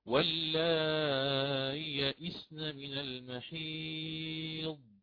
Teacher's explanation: سهلت مع التوسط في المد